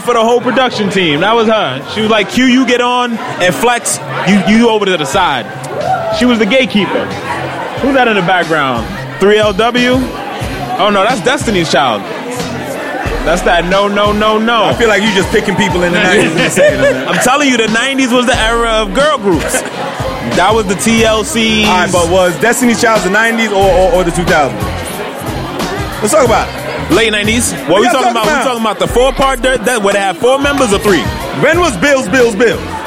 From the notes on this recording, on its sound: LIVE RECORDING. WE ARE LIVE, BABY!!! The Cubby Cast takes some time to dedicate our perspectives & livelihood to our audience, in person.